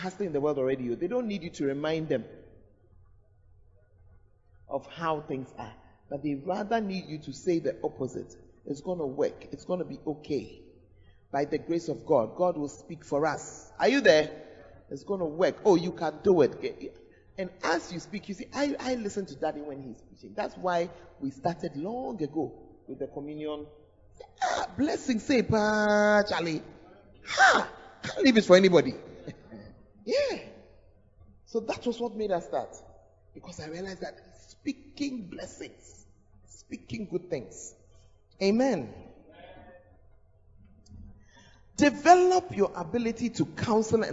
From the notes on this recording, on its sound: Preached at the Tuesday Service